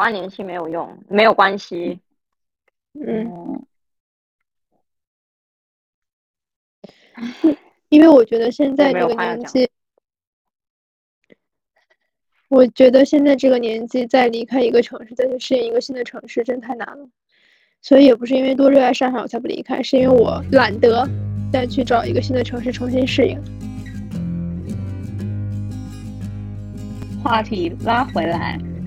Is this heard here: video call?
yes